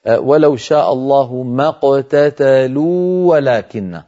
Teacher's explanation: ما قتتلوا آخرها واو ولكن هذه الواو مدية. ولكن أولها واو فالتقى في النطق واوان.